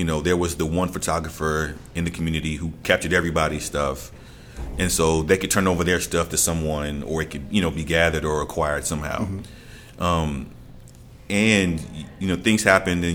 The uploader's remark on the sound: Each of these conversations was produced in the open space confines of Atlanta Contemporary, providing an opportunity to allow the activity, energy and sounds of the art center to add to the context of the dialogue.